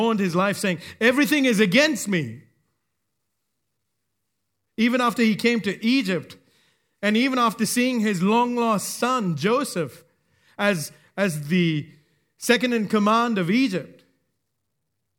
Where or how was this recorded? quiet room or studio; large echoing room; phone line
large echoing room